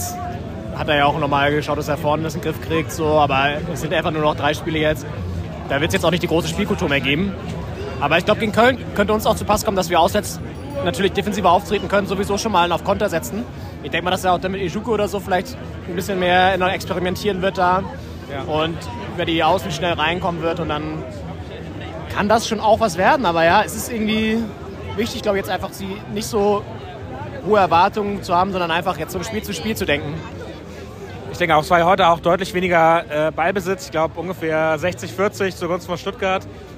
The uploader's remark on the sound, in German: Live-Reportage aus dem Berliner Olympiastadion